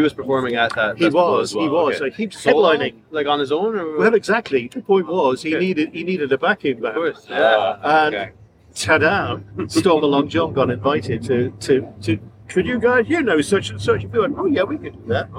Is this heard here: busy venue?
yes